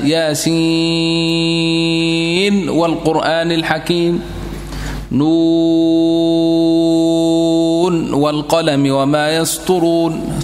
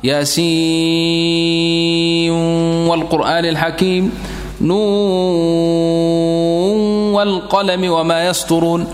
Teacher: تظهر النون عند أبي عمرو وعند حفص · Shown in: first take · Term: إظهار